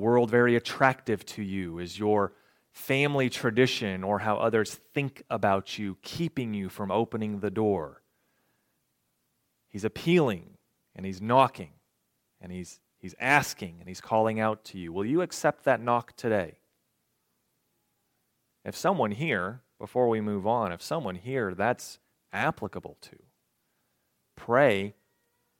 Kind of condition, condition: setting, large echoing room